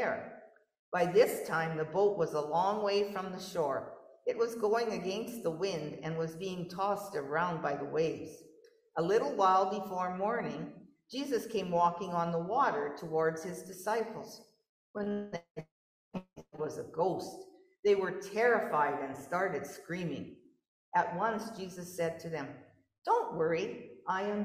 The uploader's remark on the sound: Gave this sermon in person and via Zoom. In Knox United Church, Lanigan.